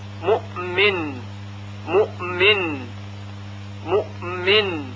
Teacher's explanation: به خاطر تلفظ حرف بعدی که میم هست همزه یک حالتی تقریبا شبیه به قلقله پیدا میکنه